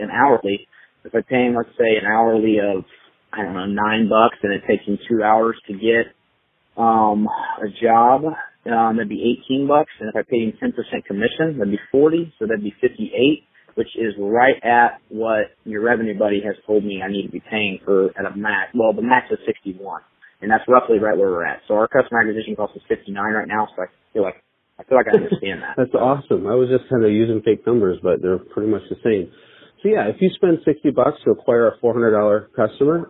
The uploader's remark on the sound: Live Coaching Call With A Growing Business